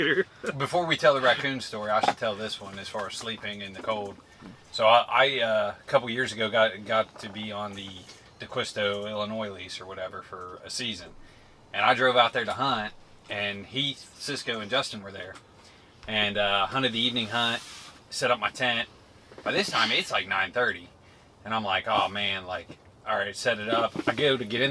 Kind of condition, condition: setting, outdoors